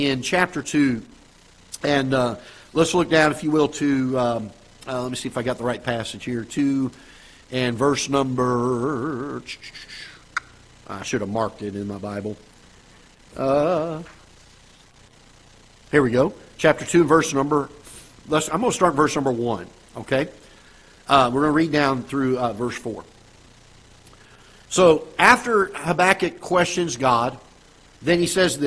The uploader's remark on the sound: Ketha Heights Baptist Church ~ Live Broadcast